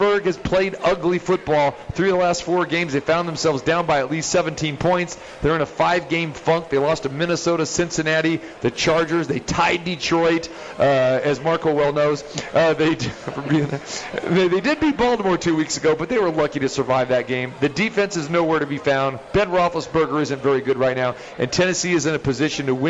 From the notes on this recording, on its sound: Live from The Cosmopolitan of Las Vegas